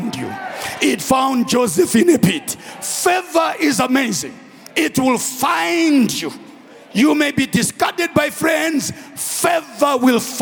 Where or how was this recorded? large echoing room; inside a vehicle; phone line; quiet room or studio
large echoing room